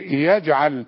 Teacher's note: الجيم اللي عليها سكون بينيها للمستمع انها بتقلقل